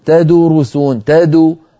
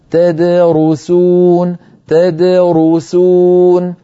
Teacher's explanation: فالدال تد ساكنة مقلقلة والرو مضمومة · Shown in: second take · إذا ضم الشفتين للراء وليس للدال قبلها، فلا يسرعن قارئ فيقول تدرسون تدو ويضم شفتيه عند الدال، هذا يؤدي إلى اختلال الصوت وانتقال الحركة من حرف إلى حرف قبله، فعلينا أن ننتبه وننطق هكذا تدرسون تدرسون وبما كنتم تدرسون، فنعطي كل حرف حقه من الحركة والسكون.